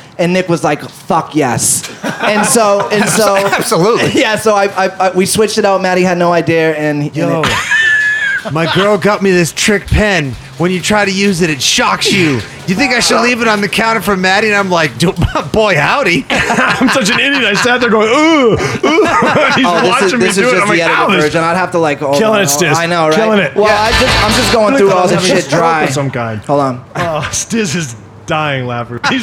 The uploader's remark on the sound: Recorded live on 4/20 at Sanctuary Medicinals in Gardner